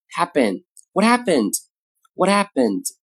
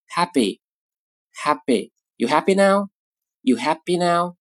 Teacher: 在美式英语中呢，清辅音在弱读音节中的时候呢，常常会发成或者近似发成对应的浊辅音 · Term: 美音的一个特点